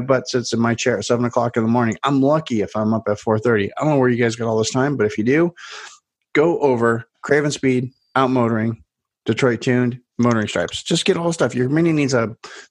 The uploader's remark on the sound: We meet up on Zoom since that seems to be the cool thing to do. Please excuse any quality and delays.